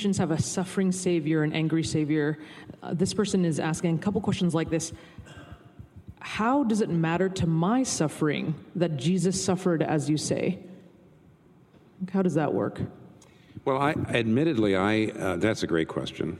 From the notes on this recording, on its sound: This Q&A session was recorded before a live audience on March 14, 2019 in New York City.